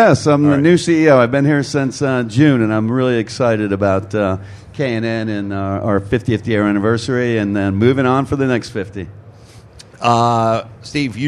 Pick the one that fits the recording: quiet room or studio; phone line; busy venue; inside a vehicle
busy venue